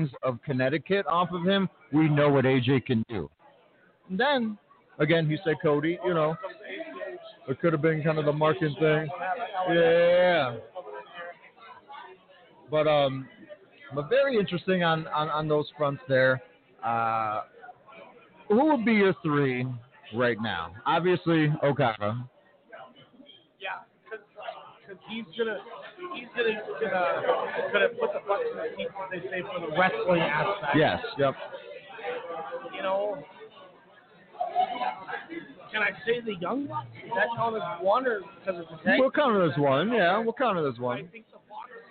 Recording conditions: busy venue